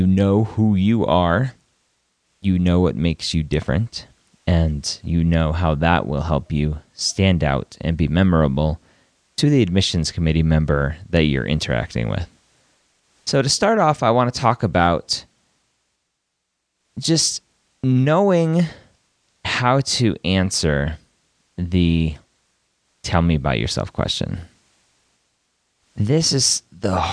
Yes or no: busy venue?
no